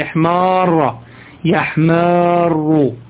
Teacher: وفي الماضي والمضارع، في الماضي والمضارع أضغمت اللام الأولى في اللام الثانية